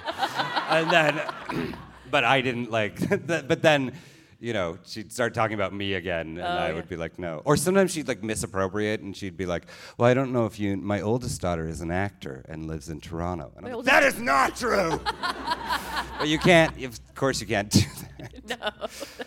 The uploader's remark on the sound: On stage at Hot Docs. In this live conversation on stage at the Hot Docs festival.